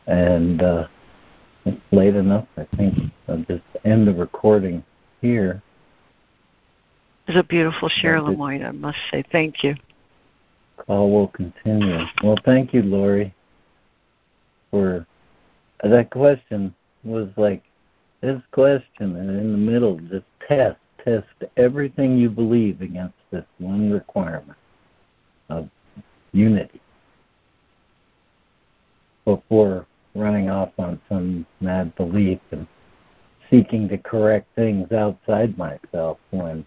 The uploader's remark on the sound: ACIM Daily Conference Call.